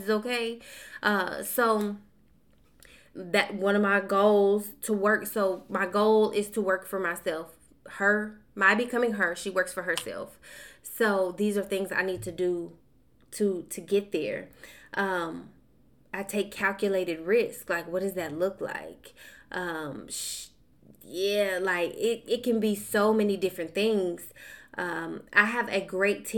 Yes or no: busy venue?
no